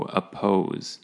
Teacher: oppose has the emphasis on the po